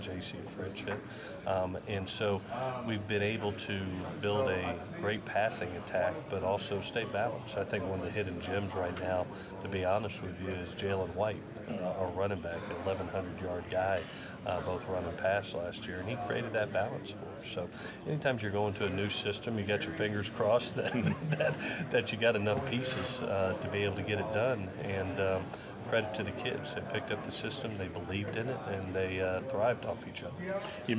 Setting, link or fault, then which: setting, busy venue